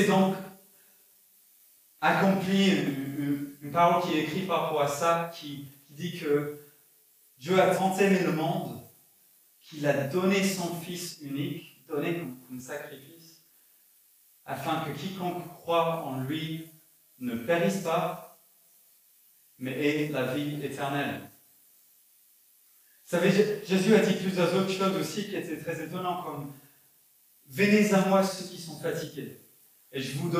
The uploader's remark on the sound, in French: Enregistré à l'église CVV, le 12/12/2021